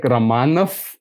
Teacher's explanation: Even if it's written as with a V, you pronounce it as F at the end. · Term: final devoicing